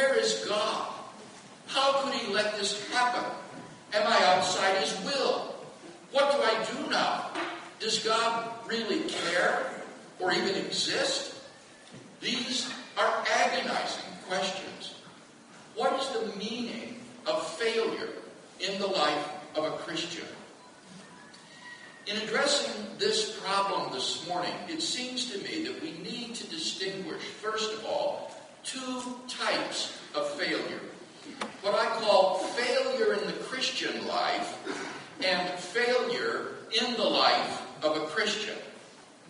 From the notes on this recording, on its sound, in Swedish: Inspelad i Betlehemskyrkan, Stockholm 2012-04-22.